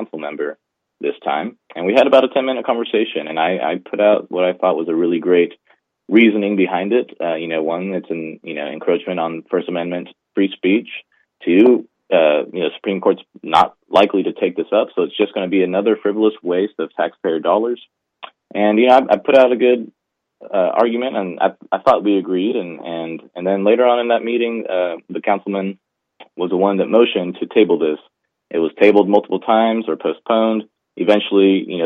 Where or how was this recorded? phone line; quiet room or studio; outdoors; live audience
phone line